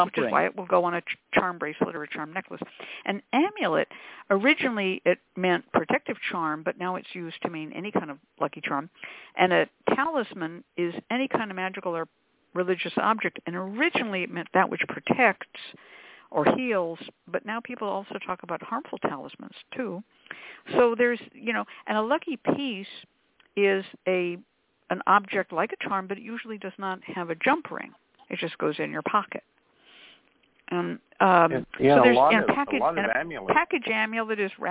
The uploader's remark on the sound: The Lucky Mojo Hoodoo Rootwork Hour is a real, live call-in show. Via ZOOM!